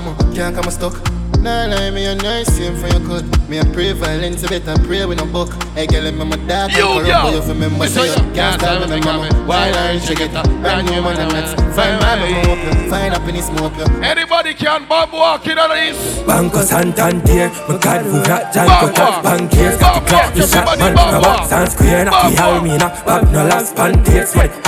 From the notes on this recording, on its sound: LIVE IN CLUB ENVY